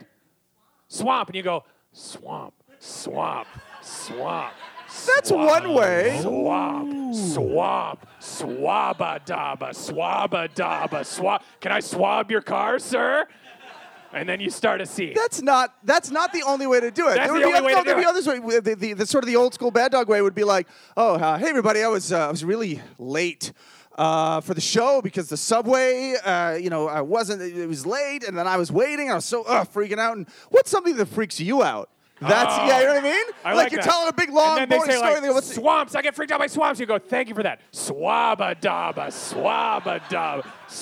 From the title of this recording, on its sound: Live at Toronto Sketchfest